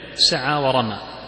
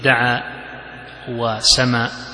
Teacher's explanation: والإمالة هي أن تنطق بالفتحة قريبة من الكسرة، أو بالألف قريبة من الياء · Shown in: first take · Term: إمالة كبرى